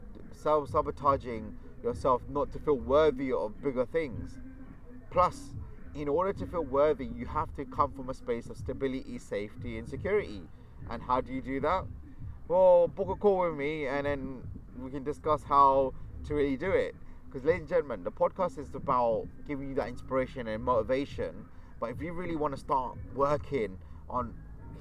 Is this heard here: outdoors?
yes